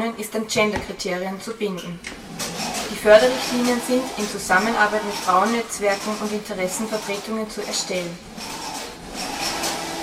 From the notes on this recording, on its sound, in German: Wurde der Internationalen Frauentag am Linzer Hauptplatz zelebriert. Zu hören ist eine Soundcollage von den Happenings am ersten Feminismus und Krawall Camp und den Aktionen am Internationalen Frauentag.